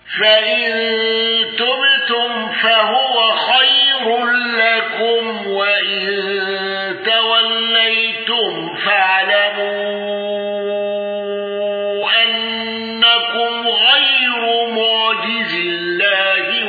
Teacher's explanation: الأزرق بالإشباع والنقل وترقيق الراء